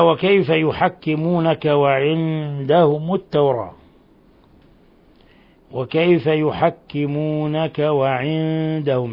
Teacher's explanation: نون ساكنة جاء بعدها الدال حكم التجويد إخفاء حقيقي